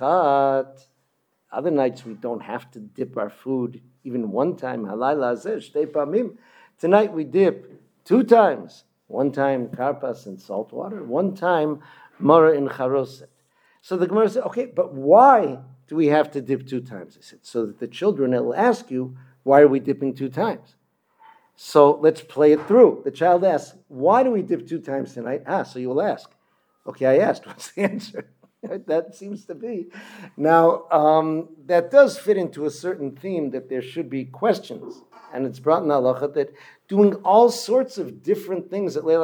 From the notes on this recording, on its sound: Delivered at Kehilat Ayelet HaShachar in Modiin